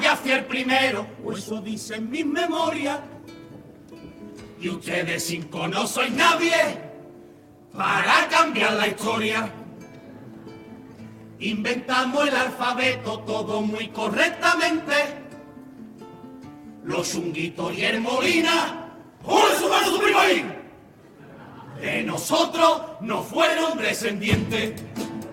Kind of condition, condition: setting, live audience